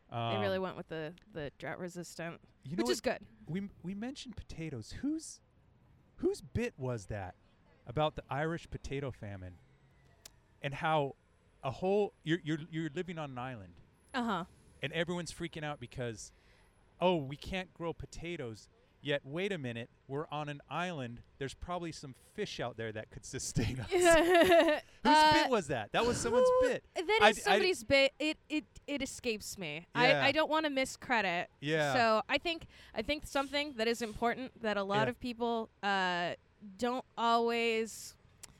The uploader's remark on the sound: Set up a recorder at Whole Foods